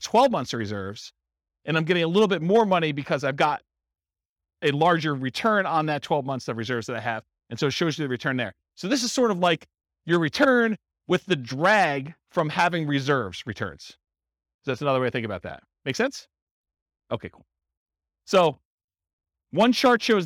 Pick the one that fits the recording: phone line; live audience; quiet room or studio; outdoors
live audience